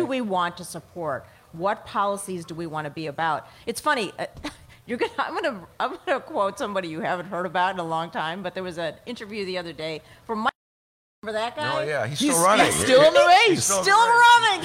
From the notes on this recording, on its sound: BONUS! Chicago Reader's New Hampshire Primary Show. LIVE from G-Man's Tavern.